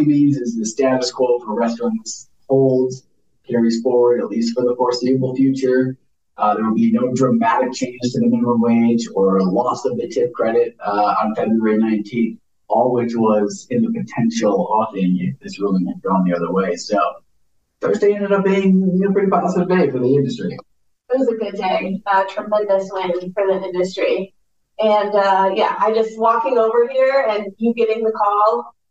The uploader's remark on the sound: A little bit of a rough start to the first podcast episode of the new year with some audio issues in the first half. If you turn up your volume to the max for the first 26 minutes of the episode. The episode takes a significantly positive turn both in audio quality and guest.